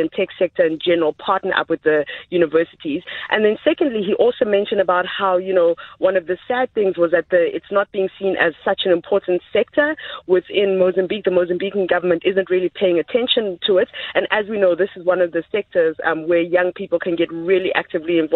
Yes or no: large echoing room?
no